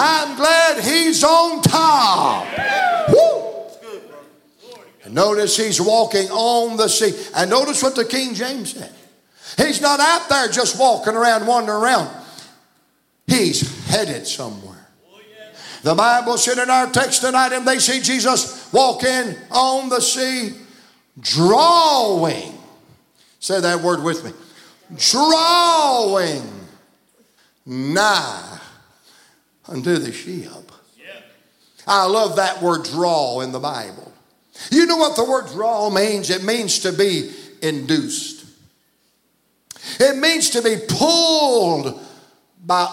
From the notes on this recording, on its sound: from the pulpit of Calvary Baptist Church